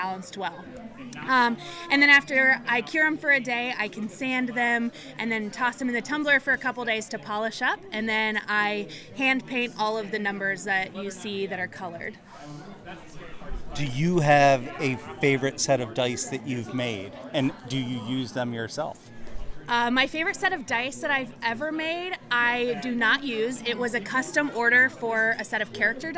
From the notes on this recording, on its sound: Steal the mic and wander around STEAM into Star Wars, a convention experience. Has built at our local high school that's free for the community to experience. Come listen in to vendors, cosplayers, and gamers share their hobbies and passions.